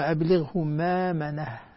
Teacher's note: الهمزة ساكنة جاءت ساكنة وفاء الكلمة فتبدل ألفا من جنس الفتحة التي قبلها